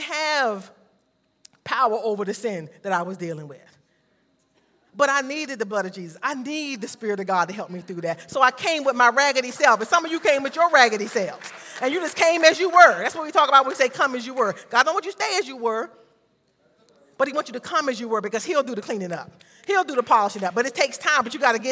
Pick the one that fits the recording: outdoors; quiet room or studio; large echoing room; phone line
large echoing room